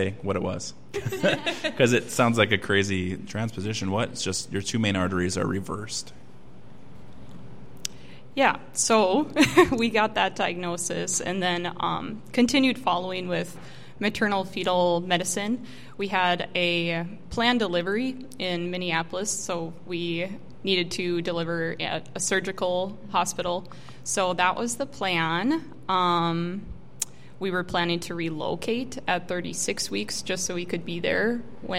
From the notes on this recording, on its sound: The recording from our live podcast event hosted by Thrivent for Giving Hearts Day. At this free event, members of our local community were able to order a coffee.